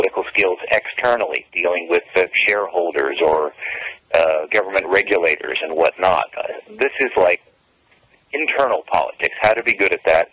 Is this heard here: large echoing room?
no